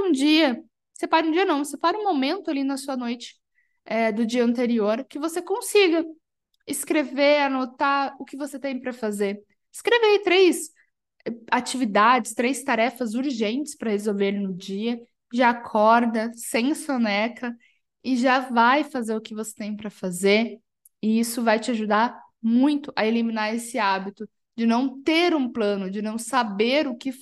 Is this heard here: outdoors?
no